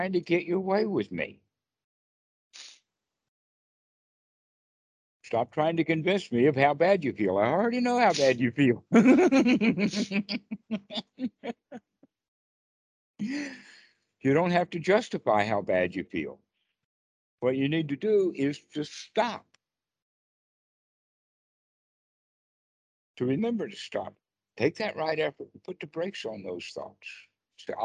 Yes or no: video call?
yes